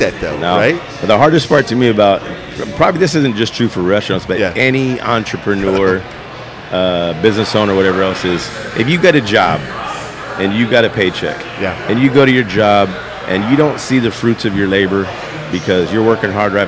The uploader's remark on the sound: On location at his sports bar